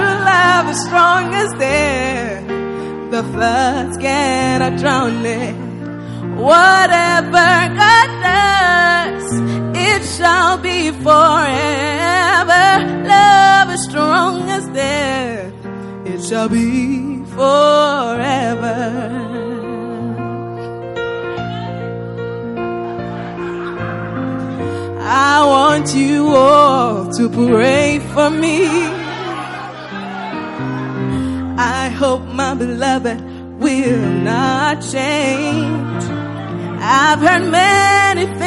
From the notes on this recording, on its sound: Preached at the FLOW Service, First Love Church.